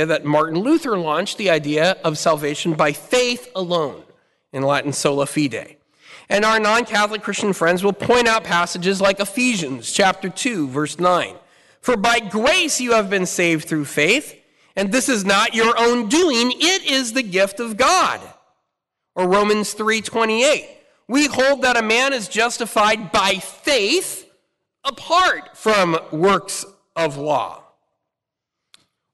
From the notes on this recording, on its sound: Talk Five presented at the Fullness of Truth Conference